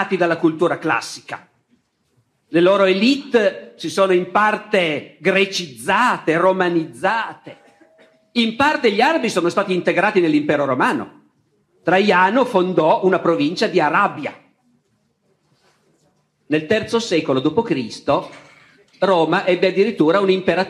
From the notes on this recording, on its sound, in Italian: Tratto dalle Lezioni di Storia dell’Editore Laterza. Registrato nel 2017 presso il Teatro Stabile di Genova.